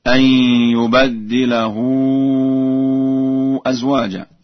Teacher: قرأ ورش بفتح الباء وتشديد الدال